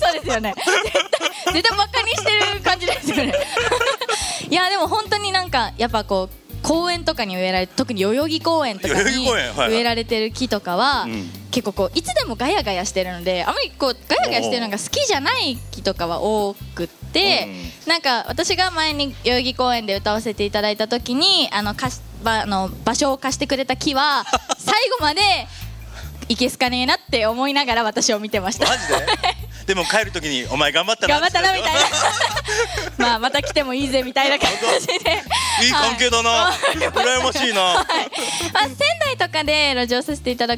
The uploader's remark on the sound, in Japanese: 川崎モアーズ屋上ビヤガーデンをお借りしたライブイベントでの公開収録。